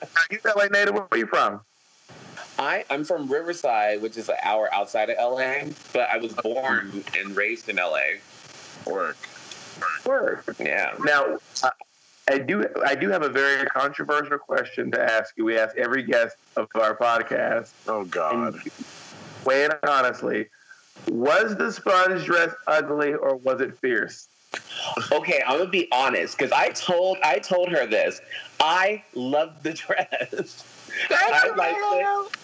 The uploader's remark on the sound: The One With the Sound Problems.